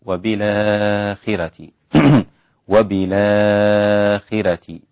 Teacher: والراء رقيقة لأن ورش لا يعتمد حركة الراء إنما يعتمد الحرف الذي قبلها، فإن كان مكسورا رققت الراء والخاء مكسورة.